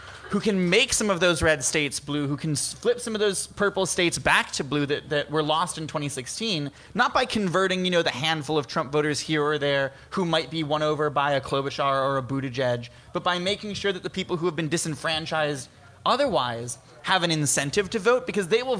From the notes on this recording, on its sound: BONUS! Chicago Reader's New Hampshire Primary Show. LIVE from G-Man's Tavern.